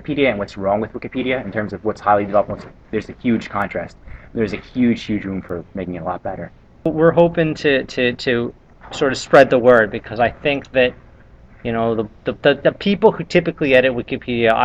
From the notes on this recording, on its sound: The conversation recorded live among Wikipedia:Meetup/Philadelphia 8 participants.